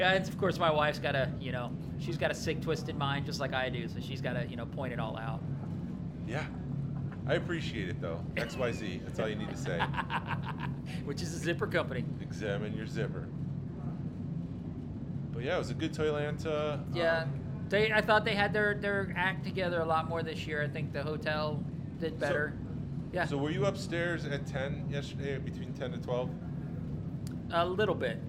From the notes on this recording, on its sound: Recording from the Georgia Alliance of Star Wars Collectors (GASWC) table as the annual toy show, Toylanta, winds down on a Sunday afternoon. Interview vendors and attendees.